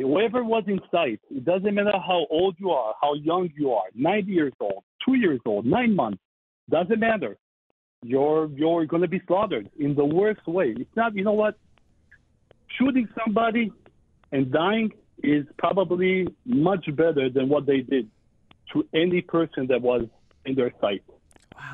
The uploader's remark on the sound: calls in live from Israel